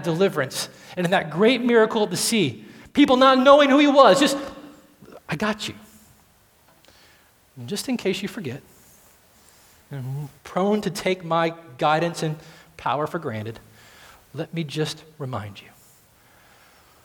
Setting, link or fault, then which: setting, large echoing room